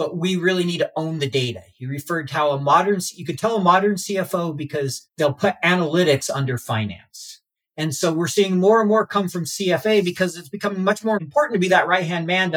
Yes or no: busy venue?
no